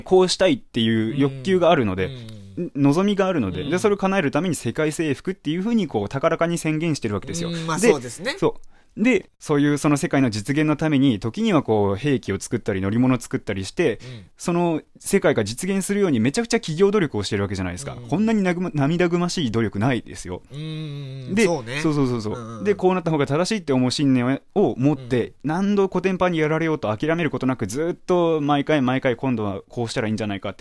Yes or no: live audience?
no